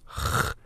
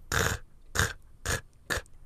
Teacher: sort of almost guttural kind of sound at the back of the mouth · Term: hoik